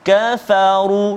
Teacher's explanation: tebal huruf ra pada kalimah kafaru kafaru iaitu huruf ra yang berbaris dhammah ataupun baris depan kafaru · Term: tafkhim